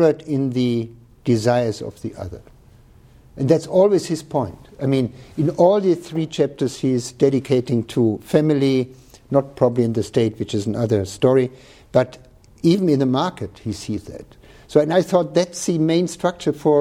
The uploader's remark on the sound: This talk, the Dewey Lecture in Law and Philosophy, was recorded on November 12, 2014.